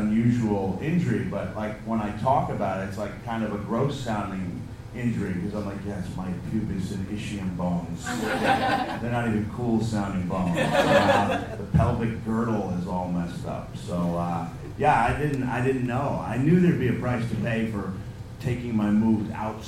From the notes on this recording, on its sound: Live at the Edinburgh Fringe. Hope you enjoy the podcast as much as the live audience.